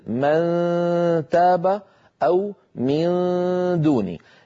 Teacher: إذن اللسان هنا شكله عند إخفاء النون عند دال أو تاء، مثل من تاب أو من دوني. لاحظوا بأن طرف اللسان قريب من الحنك من منبت الأسنان العليا لكنه لا يلامسها. ما في تلامس ولا في إقفال للمخرج، يعني ما في قرع.